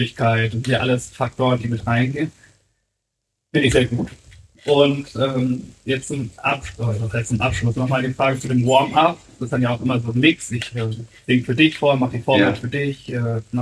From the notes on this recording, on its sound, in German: Unserem ersten Livepodcast von Firlefanz & Zaubertrunken aus Hamburg. Wir hatten leider ein paar tontechnische Probleme bei der Aufnahme und entschuldigen uns für die Tonqualität in dieser Folge.